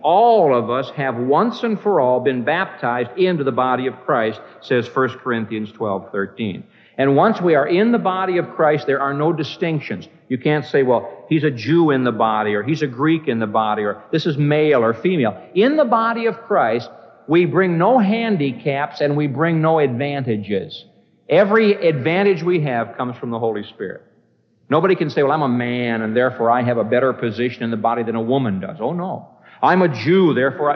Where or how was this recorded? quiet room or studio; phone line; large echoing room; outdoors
large echoing room